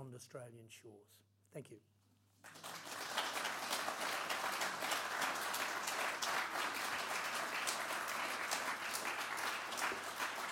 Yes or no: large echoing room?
yes